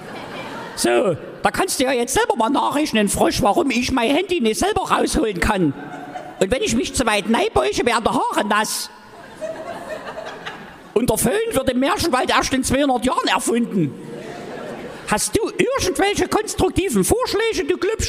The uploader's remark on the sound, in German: SPECIAL: Fränky, der Froschkönig LIVE. Das ist der nächste Mitschnitt der großen Sinnlos Märchen Live-Tour. Aus dem Zentralgasthof in Weinböhla gibt es dieses Mal Sachsens lustigsten Podcast mit: "Fränky, der Froschkönig".